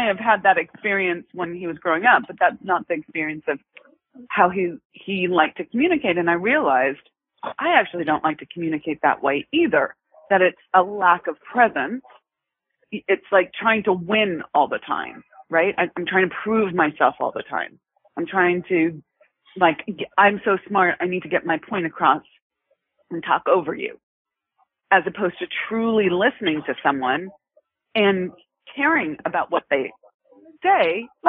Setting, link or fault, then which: link, phone line